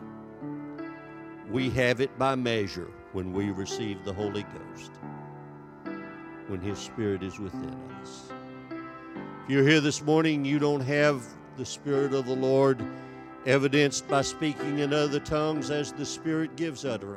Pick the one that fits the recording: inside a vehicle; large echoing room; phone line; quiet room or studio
large echoing room